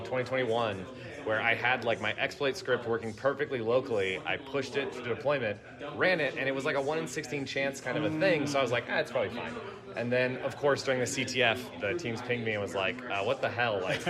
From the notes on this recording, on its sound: Live from DEF CON 31 CTF. Throughout this episode we talk about the CTF as we’re experiencing it (from a hot tub?!?!). Unfortunately the sound on the interviews during the CTF after party is not the best, but that’s how recording in a closet in the middle of a party goes!